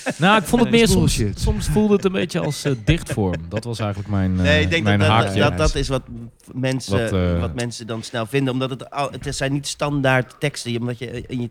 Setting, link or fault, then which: setting, busy venue